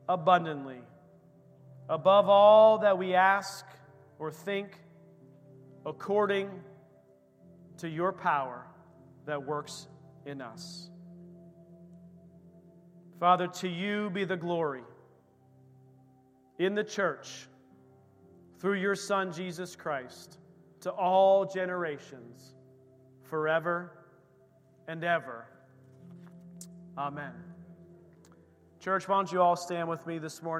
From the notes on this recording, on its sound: This recording is of the whole service.